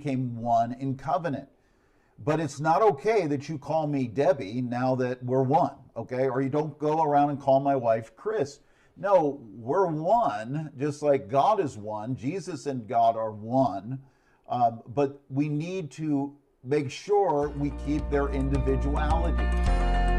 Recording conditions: large echoing room